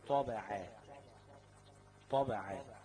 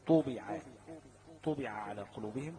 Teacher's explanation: ستجد إن قوة التفخيم بتنزل واحدة واحدة